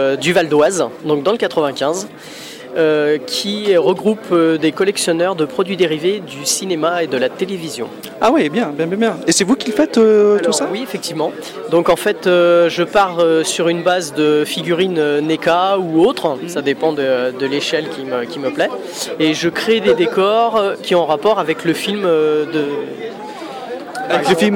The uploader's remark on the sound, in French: interview dans deux convention : La Science-Fiction Contre Attaque à Roanne 2013 et Japan Touch Lyon 2013